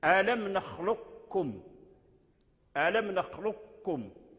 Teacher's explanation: إدغام القاف في الكاف إدغام كامل، فتنطق بالكلمة بالكاف مشدد